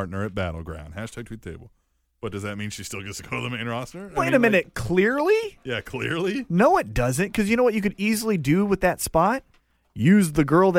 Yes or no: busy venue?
no